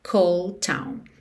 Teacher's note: Cold termina em D. Town começa em T. Naturalmente, você liga num som só.